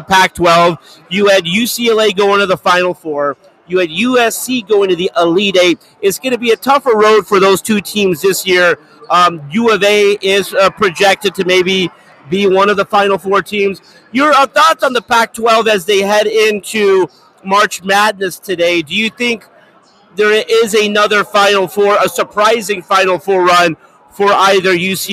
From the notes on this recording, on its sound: LIVE in Las Vegas from Circa Sports.